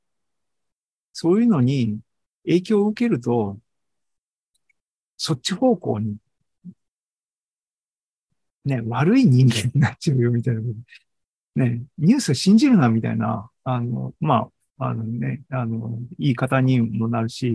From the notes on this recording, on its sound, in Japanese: ２０２３年８月２６日に開催した ZOOMライブの模様です